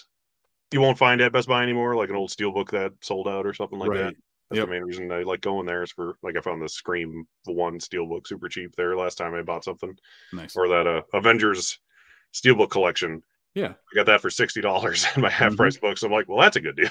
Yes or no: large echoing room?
no